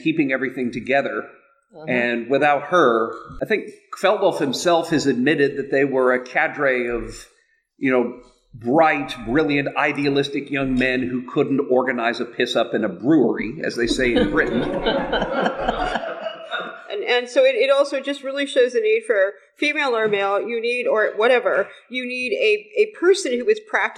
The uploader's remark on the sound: LIVE! at Trothmoot 2019. It’s our very first live episode at Trothmoot at beautiful Fort Flagler State Park in Washington!